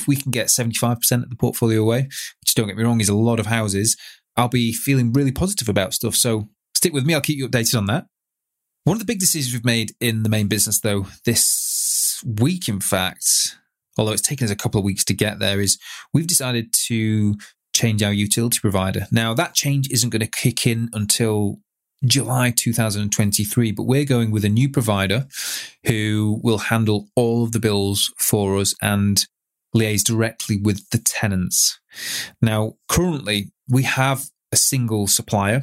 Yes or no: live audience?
no